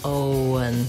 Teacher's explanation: So it just happens naturally as I move from O to un, Owen, that the W comes in.